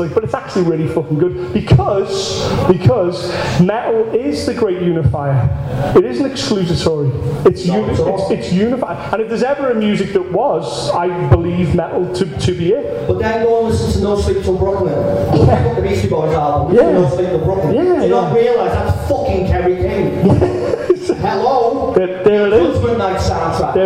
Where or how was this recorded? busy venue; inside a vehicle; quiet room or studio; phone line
busy venue